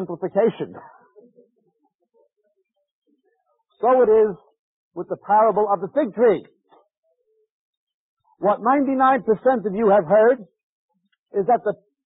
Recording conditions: large echoing room